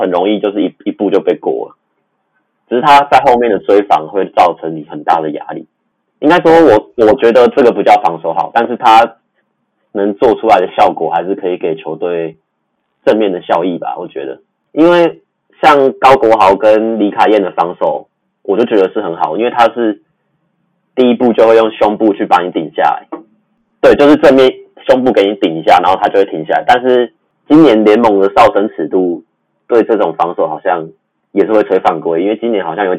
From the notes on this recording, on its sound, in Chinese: 本集為我們第一次錄製，錄音品質還沒有很好，請多多包涵。